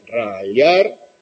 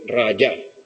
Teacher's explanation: El yeísmo, ya lo sabéis, consiste en no distinguir la palatal lateral de la palatal central, es decir, pronunciar igual, rallar, utilizar el rayo para rallar pan, pronunciarlo igual que rayar, tirar rayas sobre una superficie, ¿no?